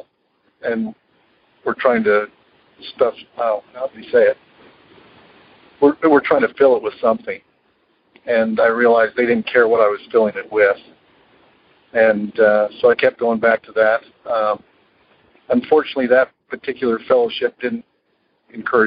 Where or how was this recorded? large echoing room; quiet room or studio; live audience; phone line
phone line